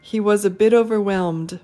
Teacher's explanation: for ah, you do the schwa sound and just connect it to whatever word comes just before it